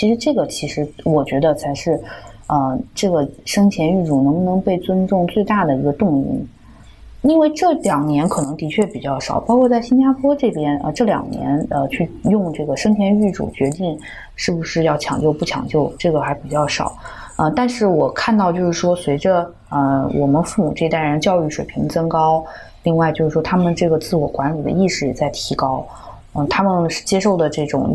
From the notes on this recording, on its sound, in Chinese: 由于嘉宾人在海外，本期节目连线录制，有部分杂音，给大家造成收听的不适还请谅解！